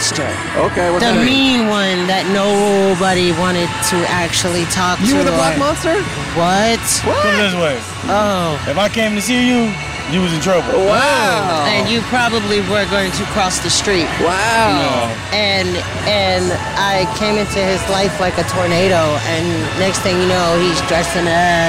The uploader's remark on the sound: Recorded at the Fremont Street Experience in Downtown Las Vegas, Nevada.